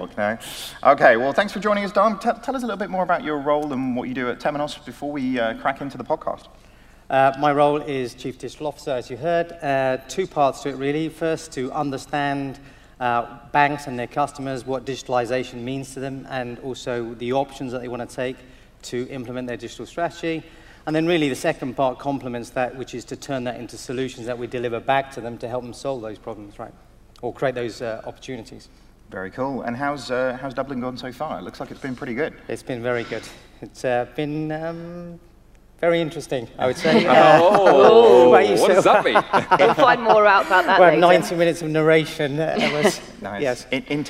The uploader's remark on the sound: recorded live Temenos' TCF2018 event in Dublin